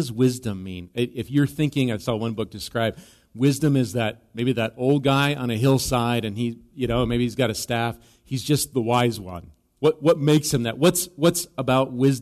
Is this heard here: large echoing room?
yes